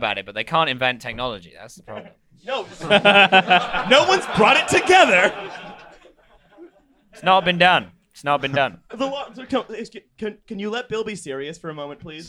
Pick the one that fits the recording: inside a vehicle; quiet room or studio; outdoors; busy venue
busy venue